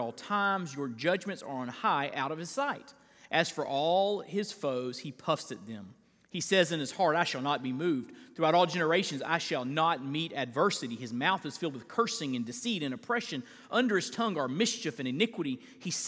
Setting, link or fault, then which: setting, large echoing room